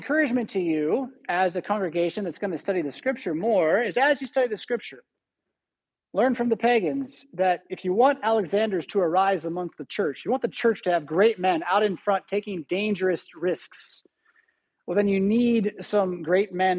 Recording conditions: large echoing room